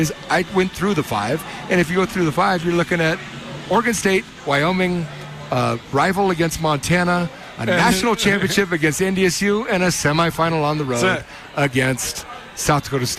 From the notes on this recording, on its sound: live from the Rockin R Bar in downtown Bozeman